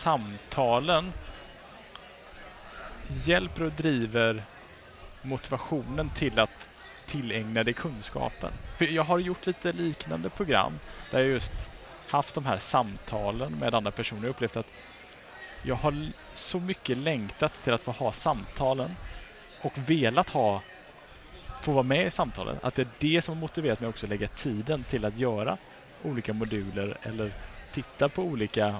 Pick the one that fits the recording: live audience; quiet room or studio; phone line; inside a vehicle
live audience